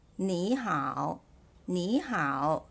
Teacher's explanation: If you listen carefully, the word ni is read as the second tone